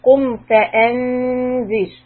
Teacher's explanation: The tongue should be down and the noon should be very soft. And the ra again is a soft ra because we are coming to a sukoon. And before the sukoon on the ra, there is a kasra.